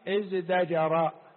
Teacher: لأن الزاي حرف مجهور والتاء حرف مهموس، فأبدلوها إلى حرف مجهور قريب من التاء وهو الدال. الدال قريبة من الدال وتناسب الدال تناسب الزاي، فأبدلت التاء ازتجر، فأبدلت التاء دالا فقال ازدجر.